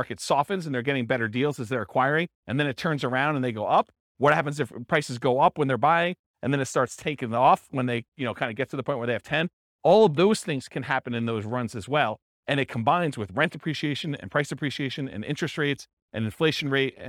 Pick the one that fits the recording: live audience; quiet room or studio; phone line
live audience